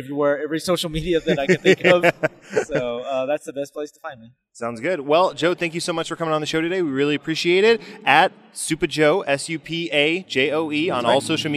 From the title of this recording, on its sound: at Dallas Fan Expo 2018